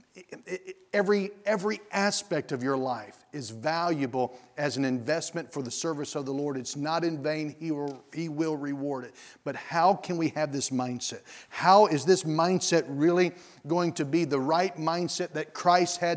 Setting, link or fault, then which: setting, large echoing room